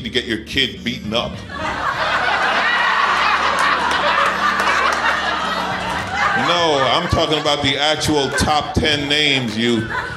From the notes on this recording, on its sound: Recorded uncut at Icehouse Pasadena